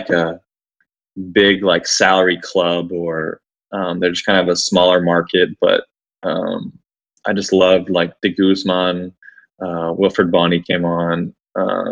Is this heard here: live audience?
no